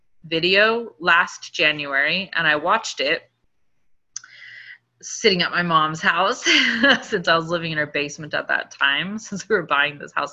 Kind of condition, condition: link, video call